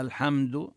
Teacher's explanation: يعني إذا رأينا هذه العلامة على حرف من الحروف نلفظه من مخرجه وبصفته بوضوح. الحمد حتى الميم هنا لا نبين فيها غنة زائدة، إنما نلفظها الحمد، نلفظها من مخرجها ميما، لا تكون مخفاة ولا تكون مدغمة، إنما هي في حال الإظهار.